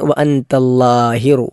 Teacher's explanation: അല്ലാ എന്നത് നാവ് മുൻപല്ലിൻ്റെ മുകളിൽ തട്ടുന്ന രൂപത്തിൽ ലാ ആണ് ഉച്ചരിക്കേണ്ടത്. ലാഹിറു എന്ന ഹാ മലയാളത്തിലും ഇംഗ്ലീഷിലും ഒക്കെ സമാനമായ അക്ഷരമുള്ളത് കൊണ്ട് പല ആളുകളും തെറ്റിക്കാറില്ല.